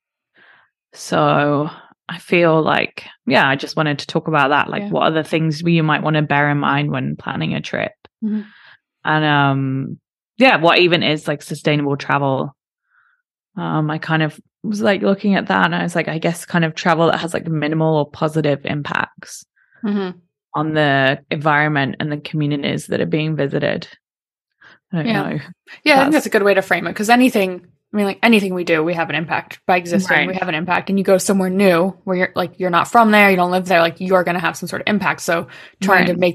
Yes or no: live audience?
no